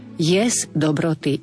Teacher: To P musí byť počuť. Jesť dobroty je zase spojenie neznelej spoluhlásky so znelou.